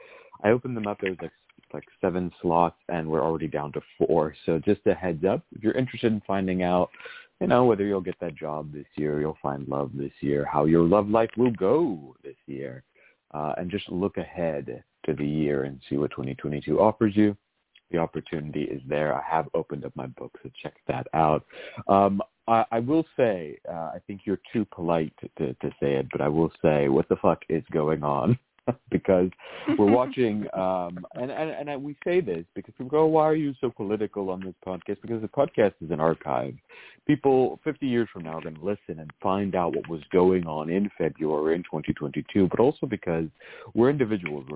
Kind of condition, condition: link, phone line